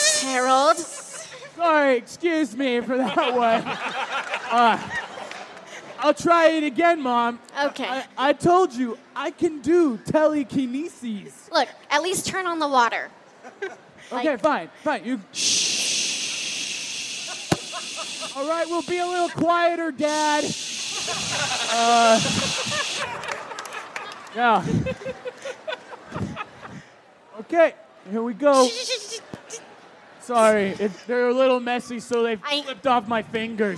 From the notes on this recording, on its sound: On the Street at FanX. The Troupe performed for an hour.